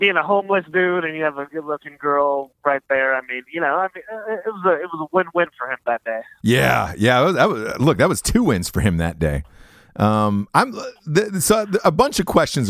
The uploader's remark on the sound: He was calling in from New York.